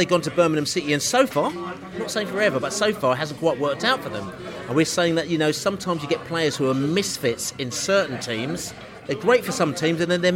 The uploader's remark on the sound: Cardiff-City pre-match podcast from the pub.